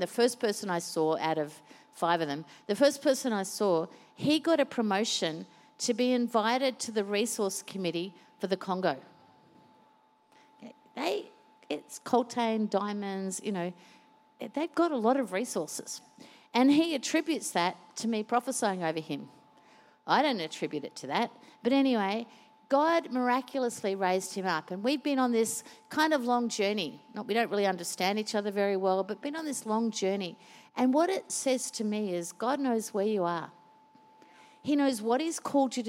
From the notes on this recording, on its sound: Recorded during our 5pm service